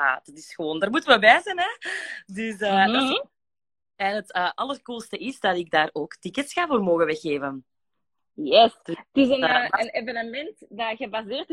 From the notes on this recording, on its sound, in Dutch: Er liep tijdens het opnemen van de live iets mis met de audio dus daarmee de slechtere kwaliteit.